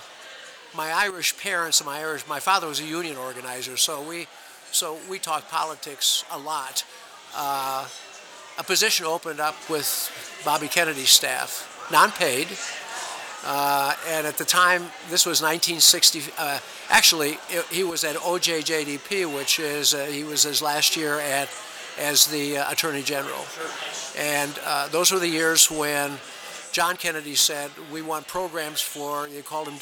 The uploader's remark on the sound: Sit down for a pre-quarantine conversation and drink at The Hamilton. Sit down for a pre-quarantine conversation and drink at The Hamilton.